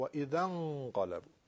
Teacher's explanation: و اذا انقلبوا، همزه وسطش رو نمیخونیم، همزه وصله، میگیم و اذا انقلبوا. نون ساکن به قاف رسیده، اخفا میشه